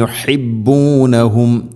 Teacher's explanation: ഹ, അതിൻ്റെ മഖ്റജ് അഥവാ അക്ഷരം വരുന്ന സ്ഥലം തൊണ്ടയുടെ മധ്യഭാഗമാണ്